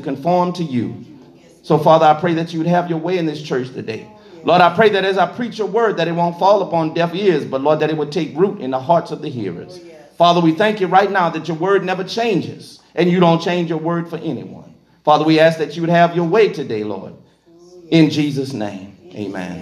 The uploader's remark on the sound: Recorded in the sanctuary of Truevine Missionary Church of Hahnville, Louisiana